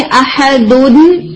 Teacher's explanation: ठीक है, दो साकिन इकट्ठे आ रहे होते हैं, जैसे कुल हुवल्लाहु अहदुन, तो आप देखिए अहदुन, अब ये दाल के ऊपर तनवीन है तो तनवीन के अंदर ऑडिबल नून साकिन पाया जाता है · Term: नून कुतनी